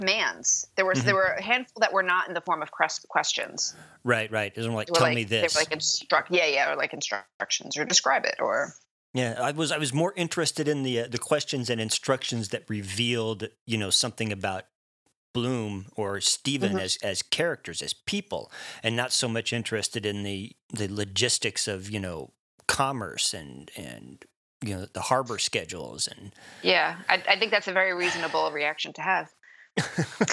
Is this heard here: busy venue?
no